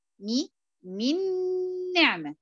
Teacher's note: ادخل النون الاولى النون الثانيه ويصيران حرفا واحدا مشدده